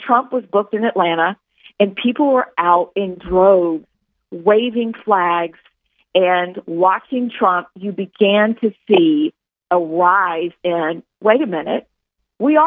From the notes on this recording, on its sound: called into the show for an interview